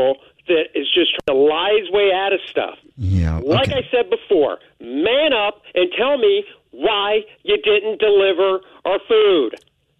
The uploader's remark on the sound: Phone Prank